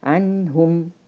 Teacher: النون الساكنة وبيأتي وراها حرف متحرك هنا عندي حرف الهاء عنهم فلابد ان انا اتصادم في مخرج النون ثم اتركها واتصادم في مخرج الهاء عنهم ما اقولش عنهم كده خطا لان انا لو عملت كده · Term: الإظهار الحلقي